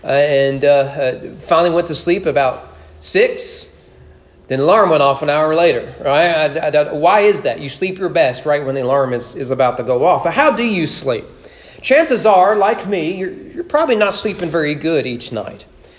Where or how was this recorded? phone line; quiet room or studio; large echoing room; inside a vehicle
large echoing room